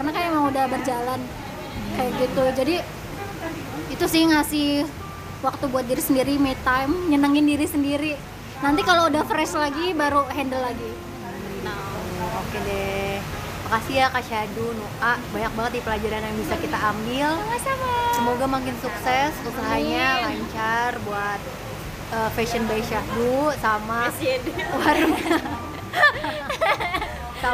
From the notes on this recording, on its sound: Sorry for the noise. Kita rekaman pas lagi reuni dan hujan deras.